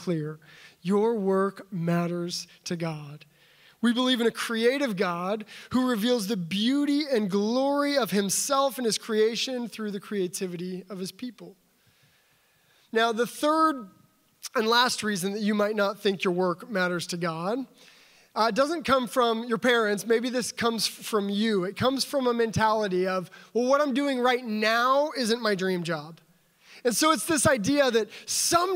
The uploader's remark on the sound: the opening address for the Center for Faith and Work Los Angeles' 2019 Annual Conference at Tapestry LA on April 6, 2019